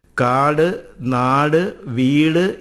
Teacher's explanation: തമിഴിലും സംസ്കൃതത്തിലും ഇല്ലാത്ത മറ്റൊരു സ്വരാക്ഷരം കൂടി മലയാളത്തിലുണ്ട്. കാട്, നാട്, വീട് എന്നീ പദങ്ങളിൽ അവസാനിക്കുന്ന സംവൃതോകാരമാണ് അത്. കേന്ദ്രസ്വരം, അരയുകാരം എന്നീ പേരിലും ഇത് അറിയുന്നു.